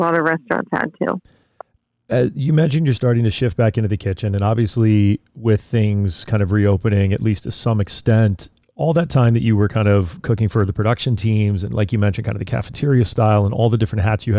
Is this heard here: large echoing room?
no